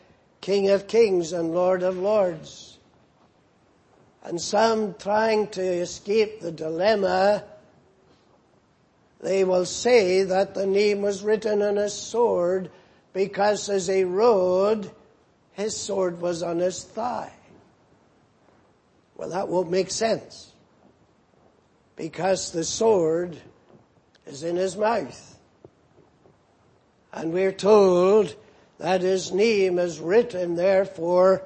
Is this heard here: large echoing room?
yes